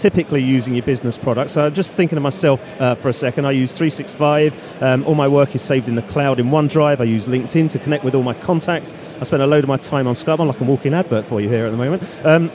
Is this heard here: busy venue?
yes